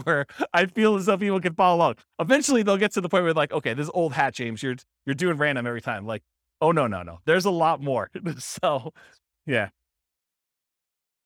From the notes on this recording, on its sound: This was a live class recorded